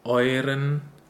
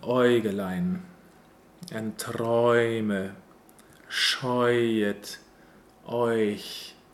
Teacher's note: They are pronounced exactly the same way. With an open O sound · Term: diphthong